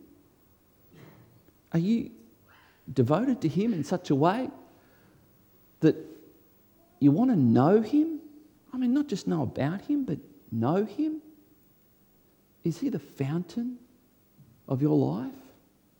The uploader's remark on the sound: Before a live audience.